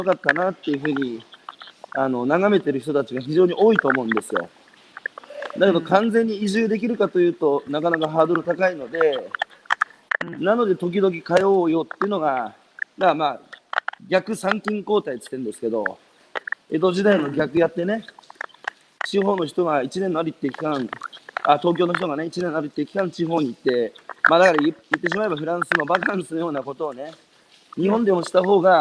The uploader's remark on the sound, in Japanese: 歩きながら1時間、対談する